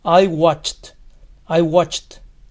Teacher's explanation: El verbo termina en sonido che, así que ed suena como t.